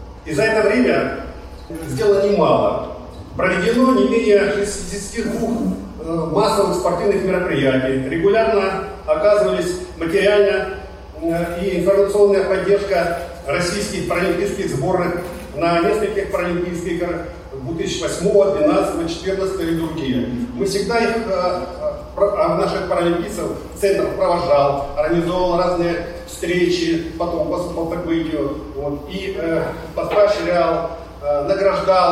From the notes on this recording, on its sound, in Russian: С 26 по 29 мая в санатории «Солнечный берег» город Геленджик прошёл Физкультурно-оздоровительный фестиваль «Сильные духом!». Вашему вниманию представляем фрагмент аудиозаписи с открытия фестиваля.